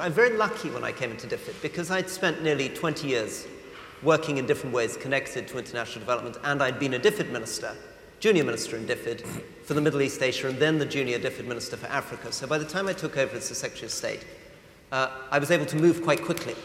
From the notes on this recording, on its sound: Listen to an edited recording of the event on this week’s podcast.